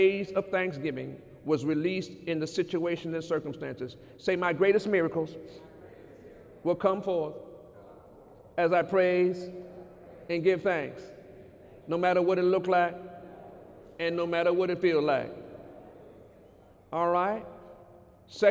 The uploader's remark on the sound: During Sunday morning service on February 17, 2019